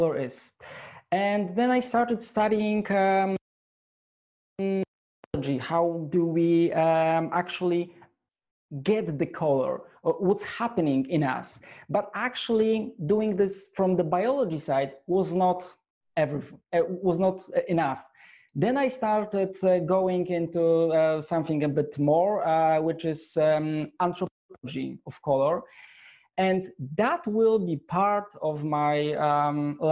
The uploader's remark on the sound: shares his passion with the Dscoop audience in this enlightening webinar